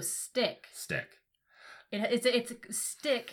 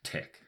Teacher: The T in stick is unaspirated because it doesn't have the same puff of air that the T in tick has, making it aspirated.